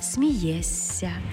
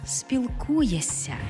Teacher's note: Шиплячі приголосні перед свистячими під їхнім впливом змінюються на відповідні їм свистячі.